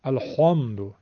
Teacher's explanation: حرف حاشون رو درشت میگن خوا الحمدو، که این غلطه. باید حرف ح رو نازک بگیم، فقط گرفتگی داره.